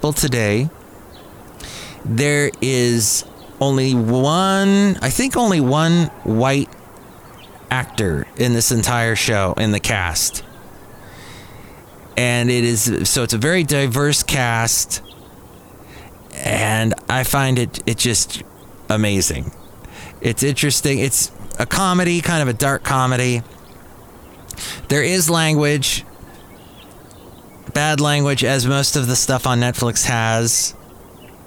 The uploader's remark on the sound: podcasts live from Café Anyway